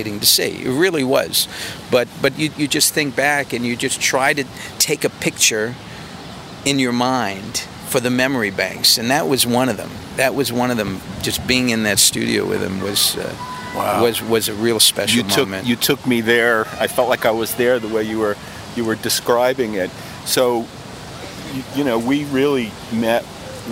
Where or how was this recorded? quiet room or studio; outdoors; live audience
outdoors